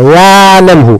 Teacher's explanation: التوسط في العين يعني فيها جريان متوسط